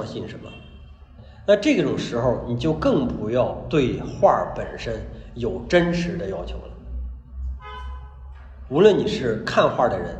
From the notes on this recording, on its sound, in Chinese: 讲座录音。现场讲座的形式势必比制作的音频要拖沓，但是为了保持收听的流畅性，我没有对录音进行紧凑性的剪辑。